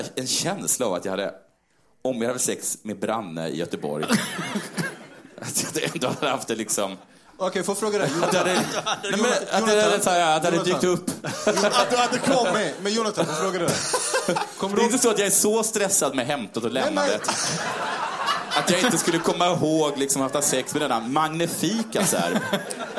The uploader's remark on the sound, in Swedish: Här kommer resten av kvällen från Scalateatern, som spelades in live, den 19e oktober!